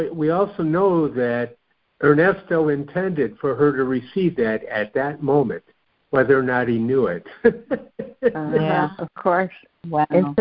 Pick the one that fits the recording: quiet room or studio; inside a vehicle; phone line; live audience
phone line